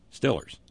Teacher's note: In Western PA, the vowel sound, long E, as in steel, is replaced by the short I sound of I, as in still, Stillers.